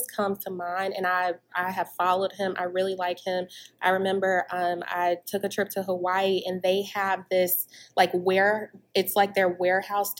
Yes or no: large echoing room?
no